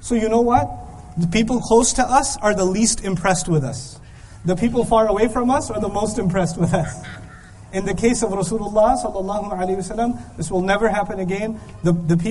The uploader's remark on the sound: This lecture was given in Qatar on February 6th, 2015.